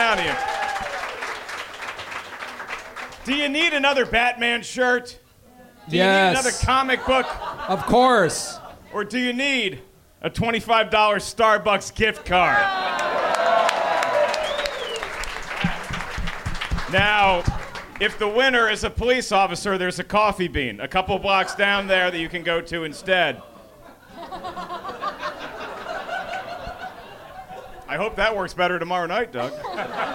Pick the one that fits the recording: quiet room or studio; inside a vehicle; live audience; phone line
live audience